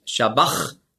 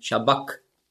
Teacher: das Chi, das hat man ausgesprochen so wie ein C hinten im Gaumen · Shown in: second take · Also nicht Shabach, sondern Shabak.